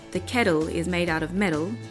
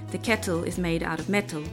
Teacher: turn the letter T into a D, as in kettle and metal · Shown in: first take